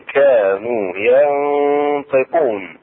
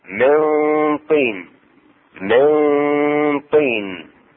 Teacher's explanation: إخفاء النون الساكنة عند الطاء